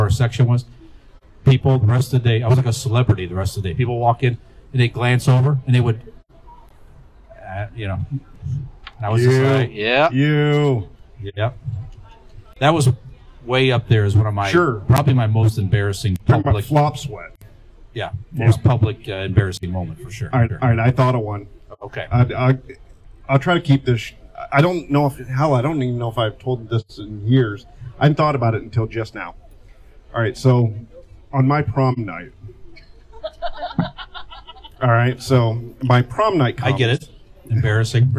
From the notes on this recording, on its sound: we shot a LIVE appearance at Ignite Brewing Company in Barberton, OH!